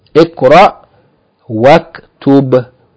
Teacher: we're not going to pronounce the dhamma here for uktub because it's preceded by a word or a letter · Term: hamzatul wasl